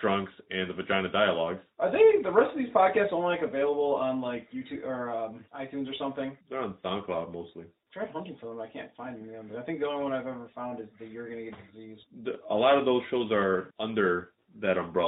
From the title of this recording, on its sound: Sorry About The Audio